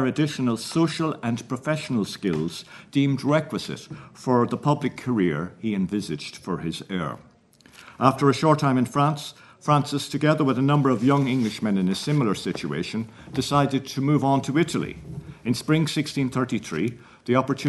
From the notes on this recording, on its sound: at the 2022 Tudor and Stuart Ireland Conference